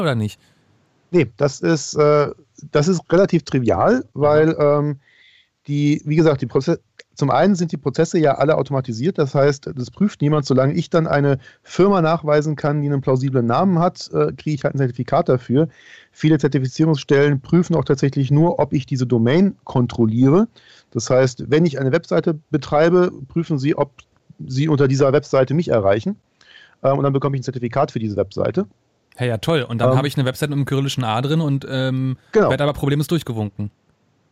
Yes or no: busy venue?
no